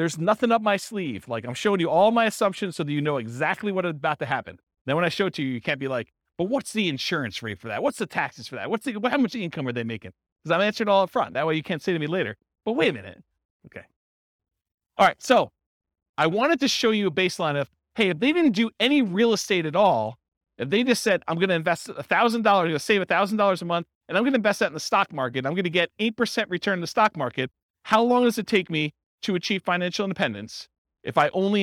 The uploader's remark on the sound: This was a live class recorded.